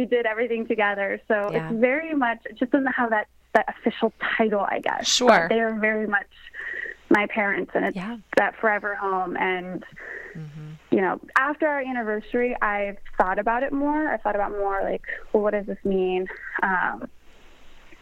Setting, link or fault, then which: link, phone line